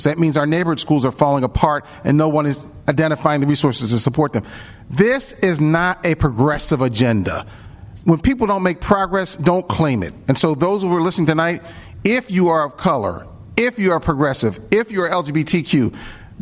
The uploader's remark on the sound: The one-hour debate was recorded in front of a live studio audience. Audience members also posed questions to the candidates.